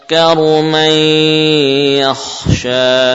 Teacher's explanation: Tidak lagi terdengar suara nun sukun. Asalnya man, namun hilang nunnya. · Term: idgham